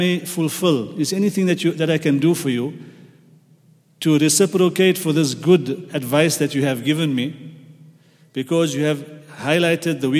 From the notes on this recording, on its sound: at the Houghton Masjid (West Street)